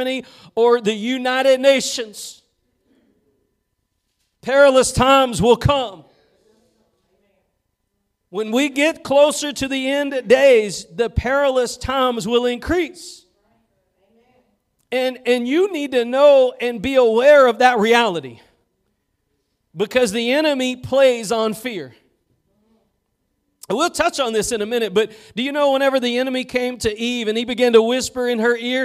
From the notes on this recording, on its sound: Preached at Gospel Lighthouse in Bossier City, La.